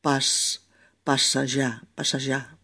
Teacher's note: Pasallá es pasear, se escribe con dos S y suena sorda